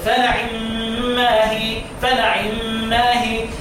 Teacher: بالاختلاس، اخفاء كسر العين يعني اختلاس كسرة العين، يعني هاكل الكسرة هجيب بعضها، هجيب تلتين الكسرة بس مش هجيبها كاملة